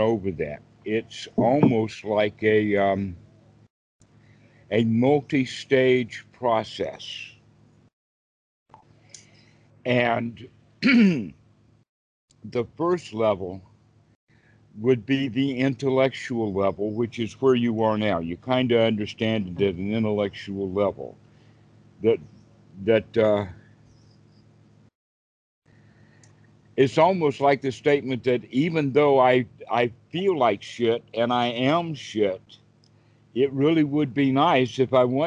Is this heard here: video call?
yes